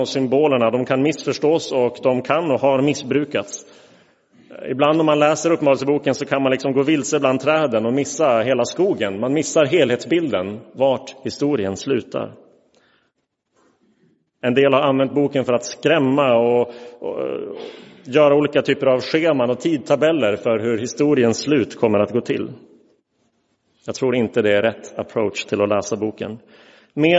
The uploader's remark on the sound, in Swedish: Inspelad i Roseniuskyrkan den 2 oktober 2022.